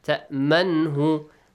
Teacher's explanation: You just simply read the noon, okay? Do not hide it. · Term: إظهار